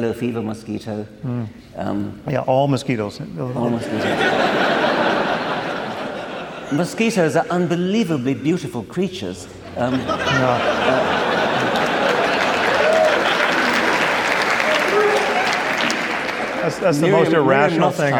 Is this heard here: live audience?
yes